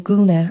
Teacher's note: putting Guna, or dress, at the end, Guna means dress, it just creates this nice echo of the long U vowel sound.